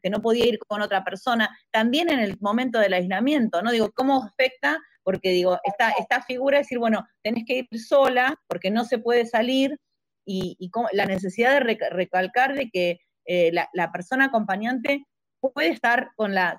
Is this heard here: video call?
yes